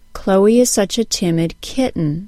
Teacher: In the first sentence, the short I of the word timid takes more time than in the second sentence because the whole word is stressed more in the first sentence. In the second sentence, the word kitten has a longer duration short I sound. · Term: vowel duration